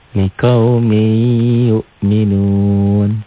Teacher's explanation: melebur, diidgomkan, ditahan, dan gunnah. Itulah idgom bi gunnah.